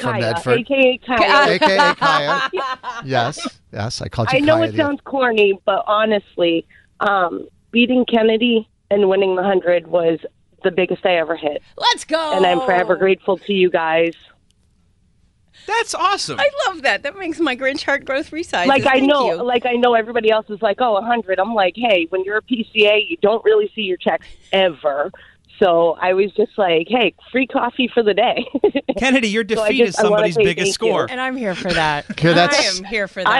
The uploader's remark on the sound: Listeners called